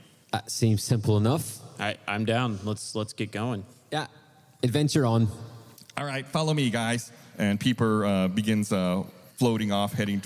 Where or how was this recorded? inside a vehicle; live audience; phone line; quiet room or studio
live audience